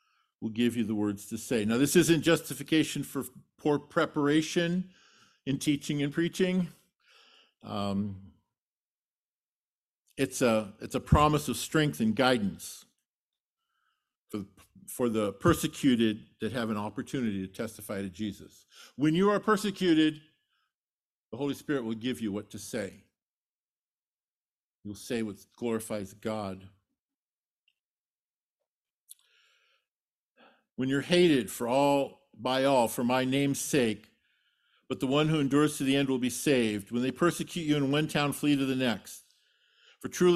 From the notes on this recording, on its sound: Sermon delivered at Trinity Community Church.